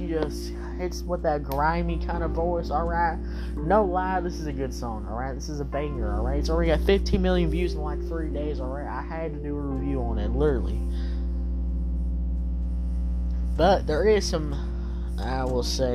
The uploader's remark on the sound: Sorry for the Buzz sound in the background!